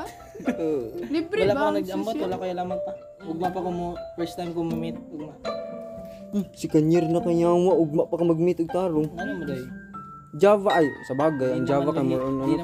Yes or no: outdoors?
yes